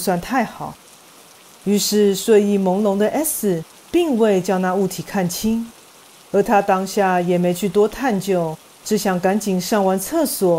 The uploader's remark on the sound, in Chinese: 因為這次錄音遇上大雨滂沱，以及錄音設備出現意外。所以這次的背景音樂就用雨聲來演出囉。